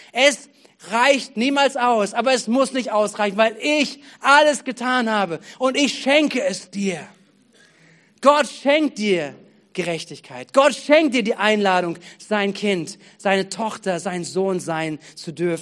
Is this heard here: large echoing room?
yes